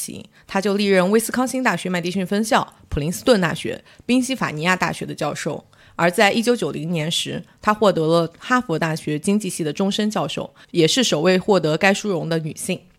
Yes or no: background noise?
no